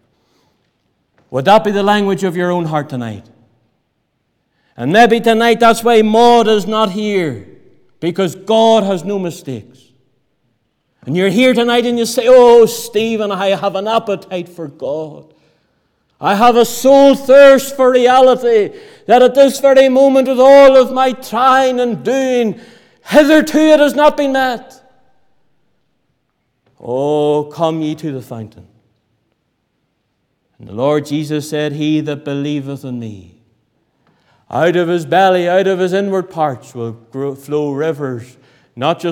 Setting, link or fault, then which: setting, large echoing room